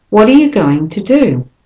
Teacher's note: the T in what almost becomes a D there